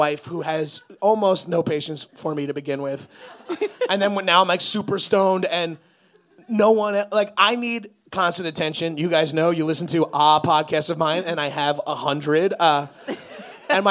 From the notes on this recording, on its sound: Live in Boston. Live on stage in Boston. Recorded live at The Great Scott in Boston, MA.